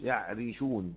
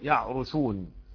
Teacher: طبعا لما نكسر الراء نرققها، ولما نضم الراء نفخمها. يعرشون شعبة بن عامر، يعرشون باقي القراء حفص، وحفص يرقق الراء، ورقق الراء إذا ما كسرت كذاك بعد الكسر حيث سكنت.